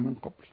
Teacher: من قبل نون بعدها قاف، لازم تغن، والغنة تخينة خلاف حرف يكون مرقق.